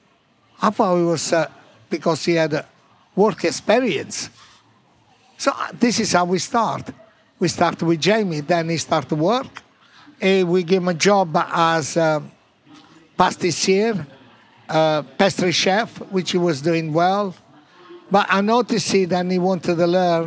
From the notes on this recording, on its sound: Recorded at the BBC Good Food Show.